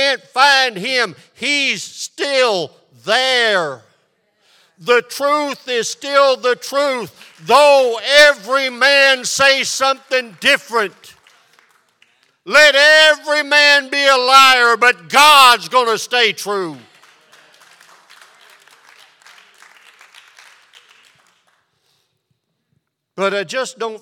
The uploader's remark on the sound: This sermon was recorded live on July 24th, 2022 at Newark United Pentecostal Church.